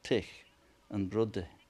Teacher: So those TH sounds typically had a, if you like, a T and D pronunciation among a lot of older speakers.